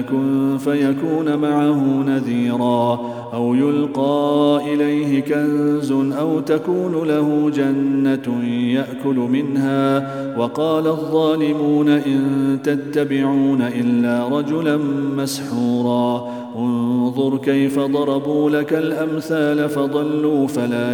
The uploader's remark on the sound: Day 17 - Ramadan Daily Quran Recitation -. At the Houghton Masjid (West Street).